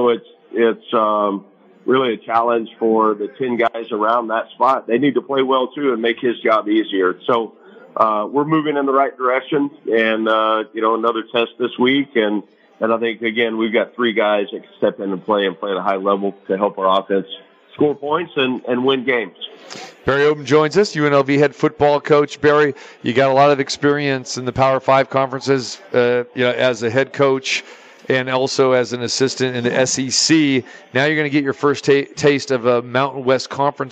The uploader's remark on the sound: Live from the Super Book at the Westgate Las Vegas